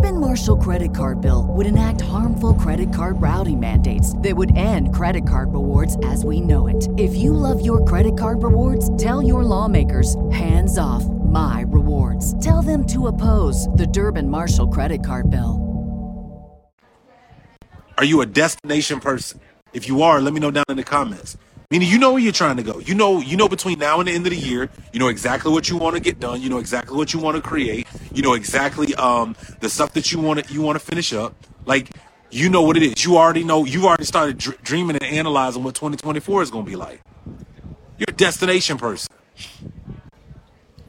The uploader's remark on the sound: Recorded October 4th from Vegas at the Next Level Mastermind !